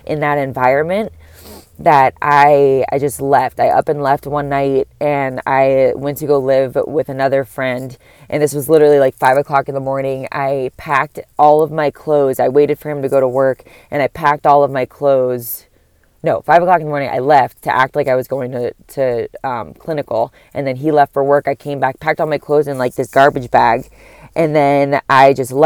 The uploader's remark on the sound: I’m sitting outside my work in my car recording it